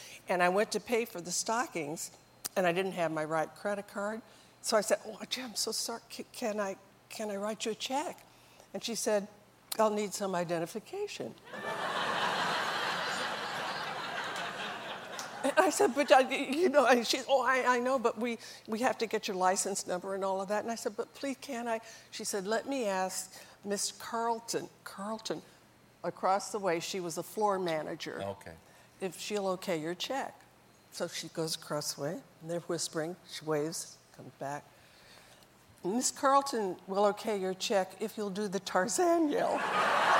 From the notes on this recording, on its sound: Takes a few questions from the audience. While on The Late Show.